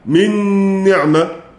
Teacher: أما مع النون في نحو من نعمة فقد أجمع السبعة على الإدغام بالغنة